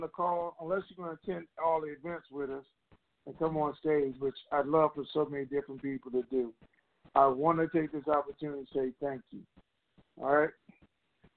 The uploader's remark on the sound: TNTSuperfantastic New Year's Eve Conference Call.